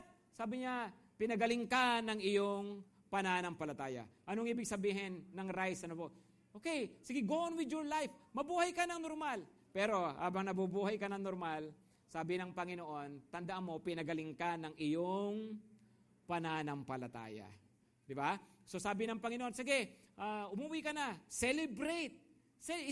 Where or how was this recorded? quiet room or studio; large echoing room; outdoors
large echoing room